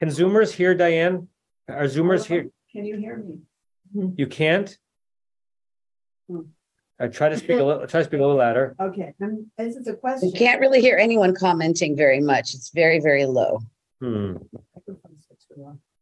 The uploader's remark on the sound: At Temple Beth Am, Los Angeles.